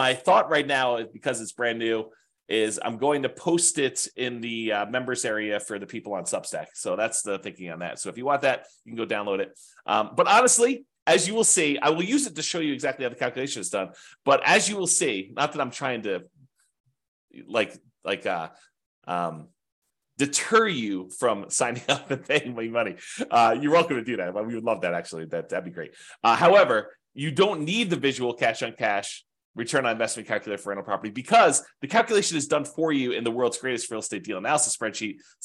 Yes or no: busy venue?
no